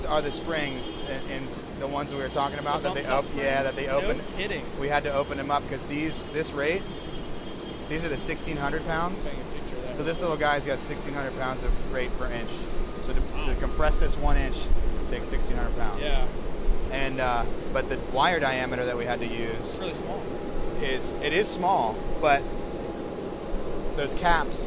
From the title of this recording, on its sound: Live from Eibach in Corona, CA